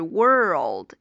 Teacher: 首先注意是先发这个 r 音 word，然后之后呢再去拼这个舌侧音 world · 因为它既有一个 r 音，后面有一个舌侧音，是一个 r 音和舌侧音拼在一起的单词